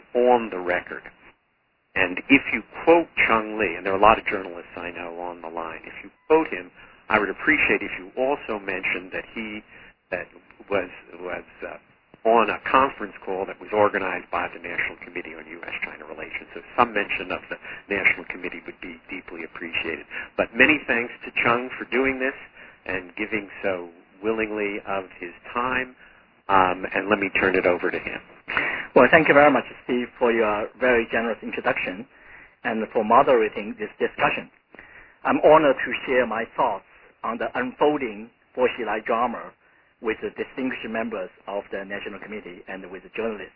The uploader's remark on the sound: in a conference call